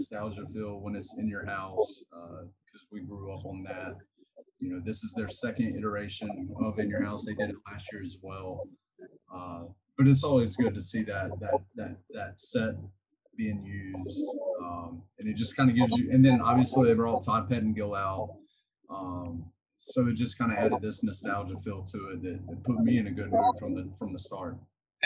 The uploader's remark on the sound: Was fighting audio issues throughout the episode.